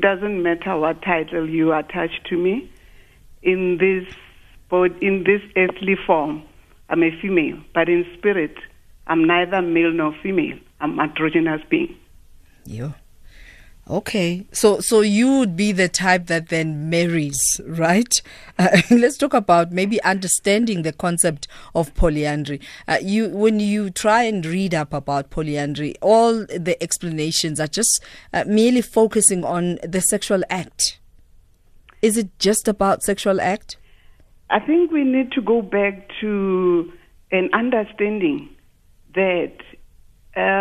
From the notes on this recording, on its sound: Guest (phone)